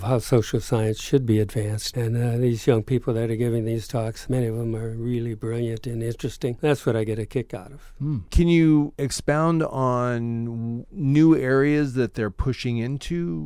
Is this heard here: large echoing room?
no